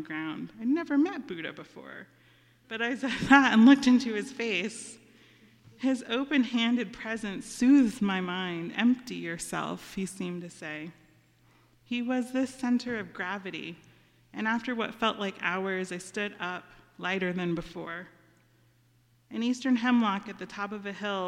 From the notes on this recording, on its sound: Our Friday audio residency from the stage of Story Parlor , in West Asheville.